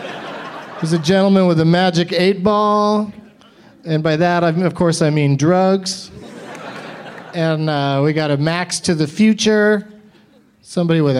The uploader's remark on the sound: Live from Day One of Bumbershoot in Seattle, WA